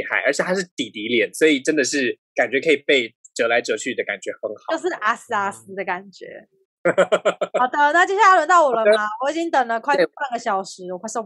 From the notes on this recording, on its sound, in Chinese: 本集採遠距錄音，因網路問題，時有斷訊、音訊不良或是雜音狀況產生。